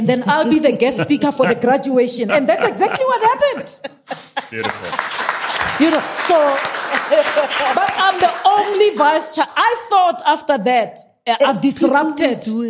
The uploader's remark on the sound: a live Q&A session with the audience.